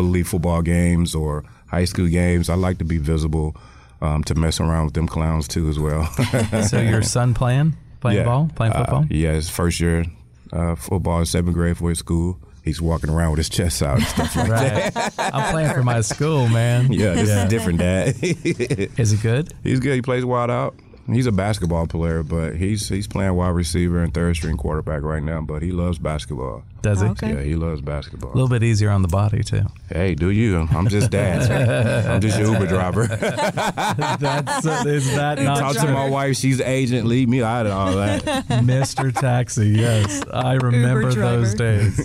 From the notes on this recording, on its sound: Live from the Pump Brothers Charity event in LA